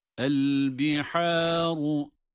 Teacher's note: ha ince harf. Dolayısıyla meddi de ince olarak okunur. · Term: ince harfin meddi